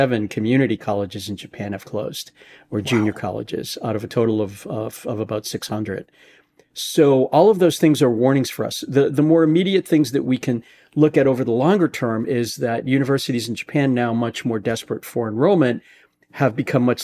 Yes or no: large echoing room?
no